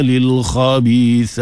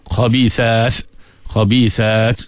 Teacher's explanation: Dia ada sifat di antaranya syiddah, kuat berpegang kepada makhraj. Dia ada hams, keluar nafas ketika menyebutnya. · Shown in: first take